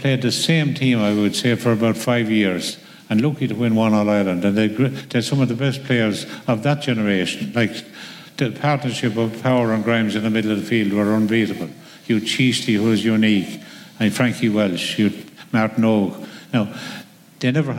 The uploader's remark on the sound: The GAA hour live from Thurles